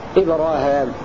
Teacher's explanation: روى هشام بفتحها لفظ إبراهيم بفتح الهاء وألف بعدها